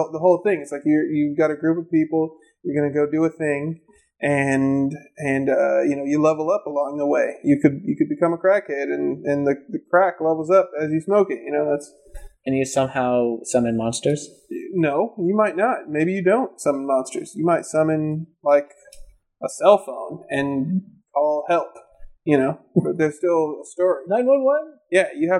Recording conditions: poor sound quality